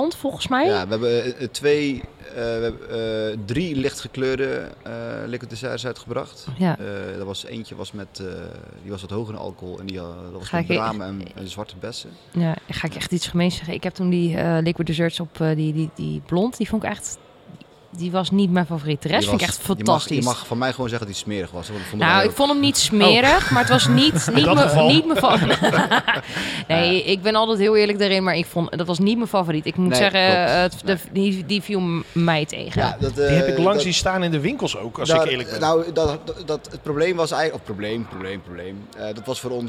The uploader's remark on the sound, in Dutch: Festival Special #1 Brewda 2023. Daarnaast hebben we nog leuke gesprekken op het festival terrein met bezoekers.